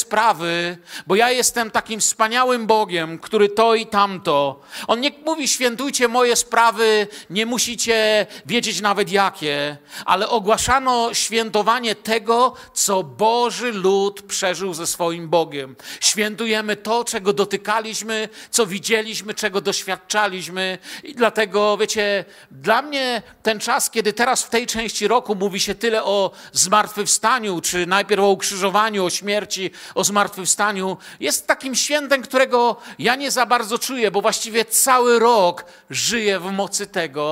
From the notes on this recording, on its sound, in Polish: Wykład nagrano podczas nabożeństwa w Kościele „Filadelfia” - Bielsko Biała